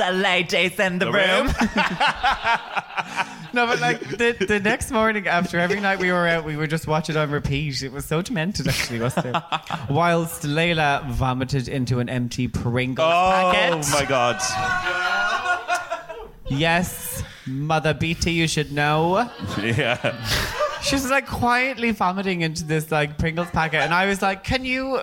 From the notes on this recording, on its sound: At my third live show. In front of a lively crowd of predrinkers.